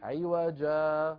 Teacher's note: مد عوض بمقدار حركتين